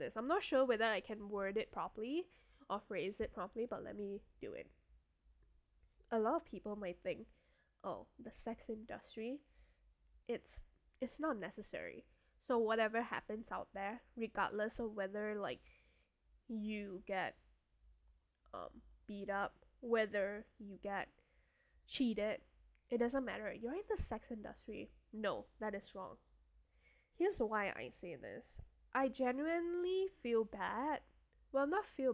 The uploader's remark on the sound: Also, I know the audio is : at best.